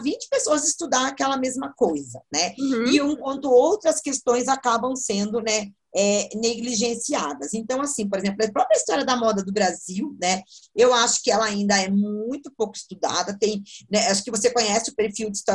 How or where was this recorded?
video call